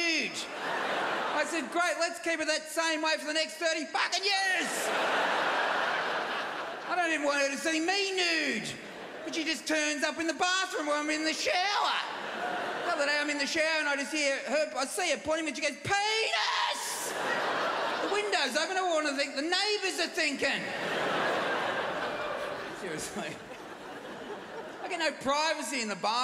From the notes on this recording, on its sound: 2019 Melbourne International Comedy Festival Opening Night Comedy Allstars Supershow. Recorded on Wednesday 27 March at The Palais Theatre.